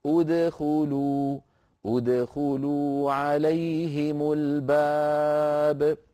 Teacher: فبدأنا بهمزة مضمومة فقلنا عند البدء أدخلوا، أدخلوا عليهم الباب.